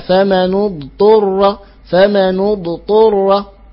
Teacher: بصفة الاستطالة في الضاد يأتي بها ولا يقلقل